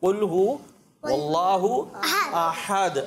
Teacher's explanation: ہو اللہ میں جو ہا ہے وہ نیچے سے آئے گا